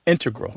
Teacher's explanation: Just to clarify here, both correct, but the mathematicians and math-using scientists are more likely to say integral with the stress on the first syllable